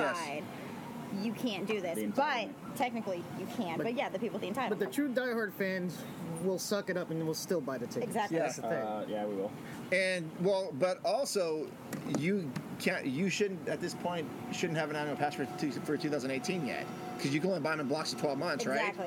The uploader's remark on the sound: Live from Disneyland! In this episode, the LTP crew broadcasts live from Disneyland Park! This is a collection of various discussions that we have in different locations within the park. We first start off in Pizza Port, discussing the events of the morning...then we go to a spot in Frontierland and interview a special guest/listener. Broadcast from Fantasyland...finally, we record a little segment en route home.